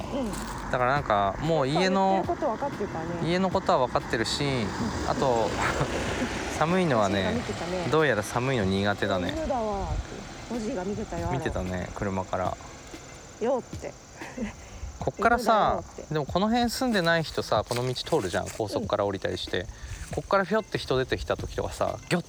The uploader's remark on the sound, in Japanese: 犬のアロと散歩をしながらの収録。ニワトリ、カラス、虫、風、木の葉を踏む音。